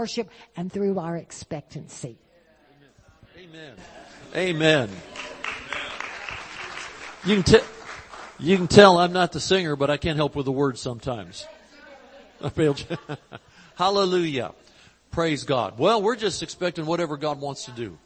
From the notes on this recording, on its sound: Recorded Live in Panama City Beach, FL. 2020 Gulf Coast Convention.